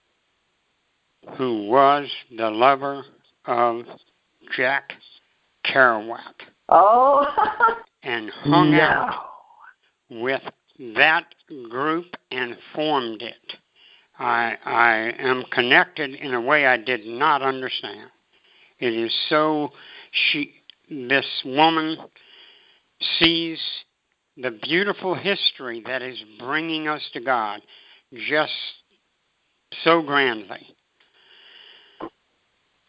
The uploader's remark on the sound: ACIM Daily TEXT Conference Call.